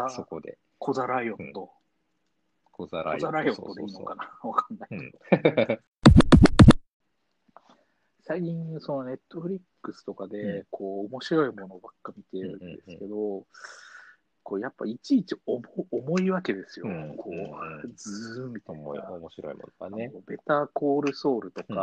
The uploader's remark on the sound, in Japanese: 2020年6月6日リモート録音